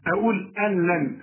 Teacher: النون اللي بعدها لام الغيها من النطق، اسمها ادغام كامل بدون غنة، يعني بدخل النون في اللام عند الوصف، اقول أن لن، اذا بشبك الهمزة مع اللام، اقول أن لن، ما اقولش أن لن.